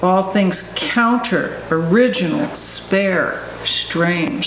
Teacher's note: There's not lots of little sort of unaccented syllables in there that we usually expect for catching our breath and things. · Term: compressed rhythm